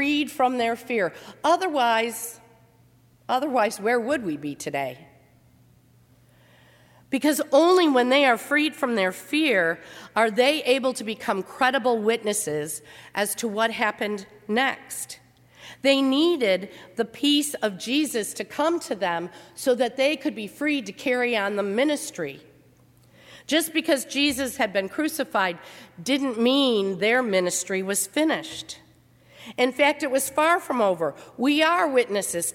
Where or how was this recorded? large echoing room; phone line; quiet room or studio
large echoing room